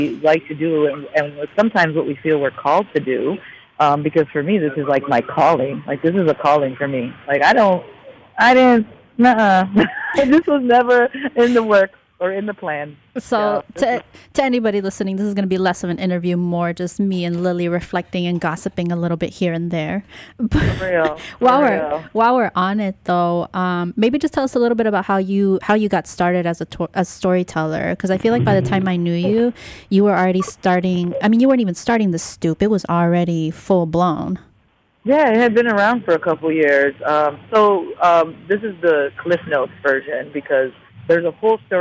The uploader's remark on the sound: phoned